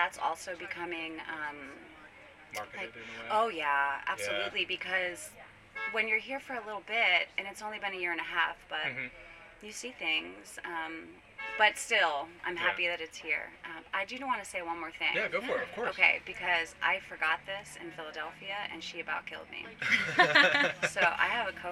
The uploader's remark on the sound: This interview was done on-site at the Women of Cannabis Conference - hence the background noise.